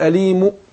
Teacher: الروم بقى ايه؟ الاتيان ببعض الحركة، ببعض حركة هنا حركة ضم، يبقى هاتي ببعض حركة الضم.